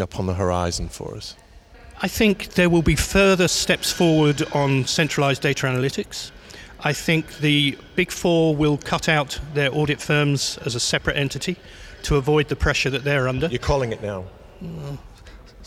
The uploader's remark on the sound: We hear more live interviews from the recent International Accounting Forum and Awards 2022 which took place in London recently. Enjoy the live buzz of the event!